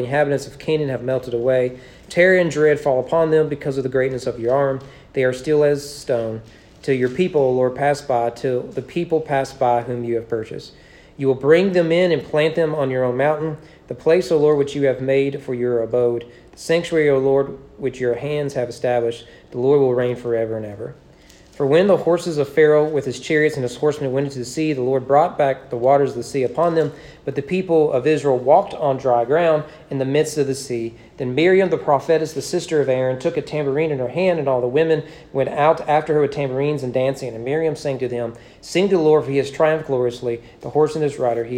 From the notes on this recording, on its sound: Sermon preached at East Frankfort baptist Church on September 12, 2021 during evening worship.